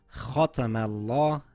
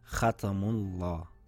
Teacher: the letter mim should be pronounced thin even though the lam is being pronounced thick · Shown in: first take · So it should read khatamallah and not khatamullah.